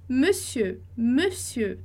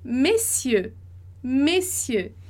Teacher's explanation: monsieur vai ter o e fechado, diferente de messieurs, que vai ter o e aberto